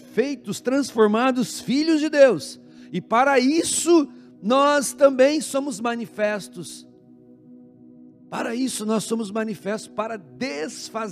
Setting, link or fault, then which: setting, large echoing room